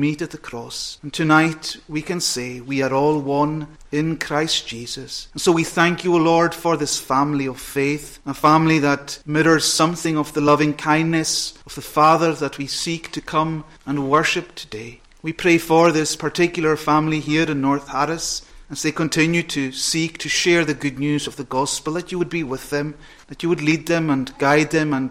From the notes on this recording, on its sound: Sunday Evening Thanksgiving Service. Recorded at North Harris Free Church on the evening of Sunday 17th September 2022.